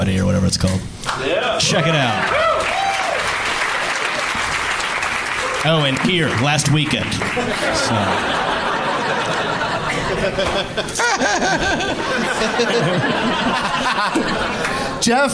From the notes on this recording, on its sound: Live from Hyena's Comedy Club in Dallas